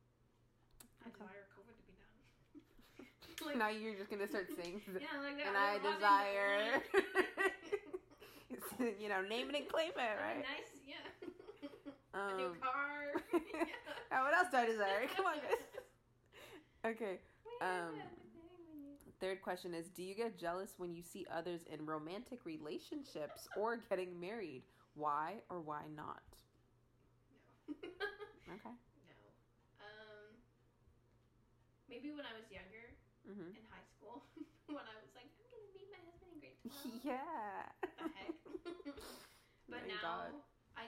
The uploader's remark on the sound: Sorry about weird editing and sound issues